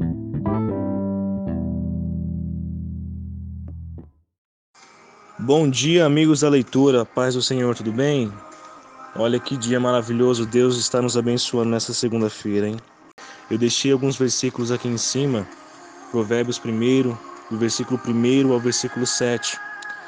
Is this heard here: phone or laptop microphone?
yes